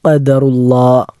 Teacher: ഖാഫ് എന്നത് അണ്ണാക്കിൽ നിന്നും പുറപ്പെടേണ്ട അക്ഷരമാണ്